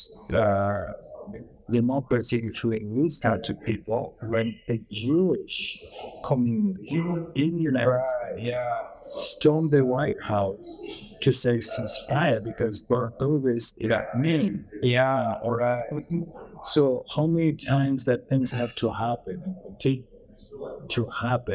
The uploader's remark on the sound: recorded downtown at Kafé Mamai